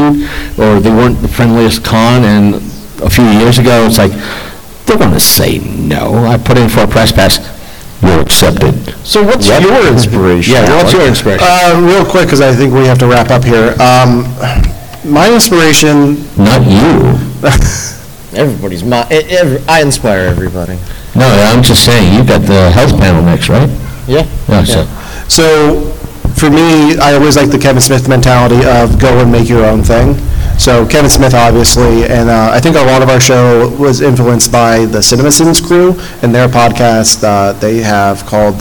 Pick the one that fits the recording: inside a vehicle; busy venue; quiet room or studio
busy venue